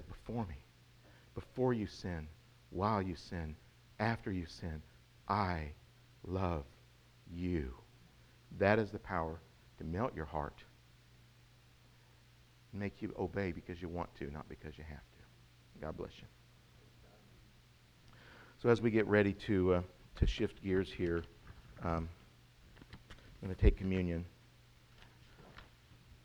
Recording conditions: large echoing room